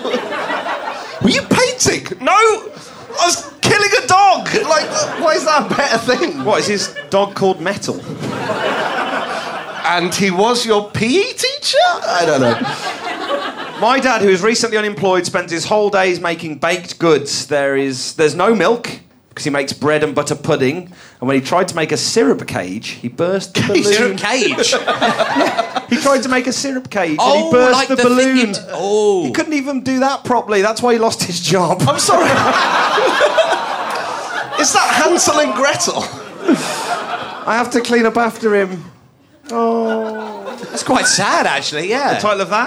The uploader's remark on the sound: warm up before our last podcast recording at London's Soho Theatre in April.